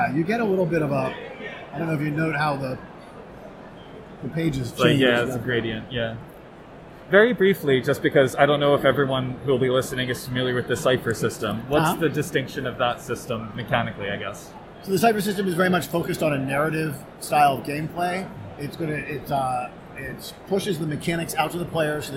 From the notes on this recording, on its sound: Dispatches from PAX Unplugged. On-the-spot quick interviews. Please forgive the sound quality; the interviews were conducted using a tiny microphone in a crowded and busy expo hall, and voices don't always travel well through N95 masks.